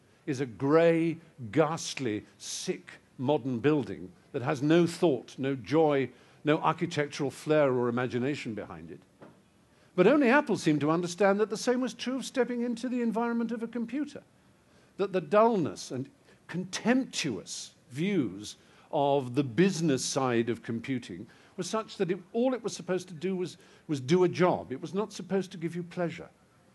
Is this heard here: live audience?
yes